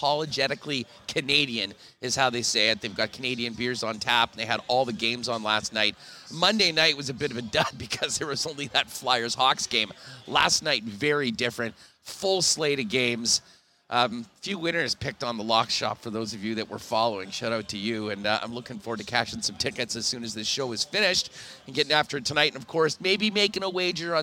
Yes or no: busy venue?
yes